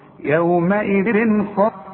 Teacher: ما تغنش، شوف بنظهر ازاي التنوين وبنظهر الخاء.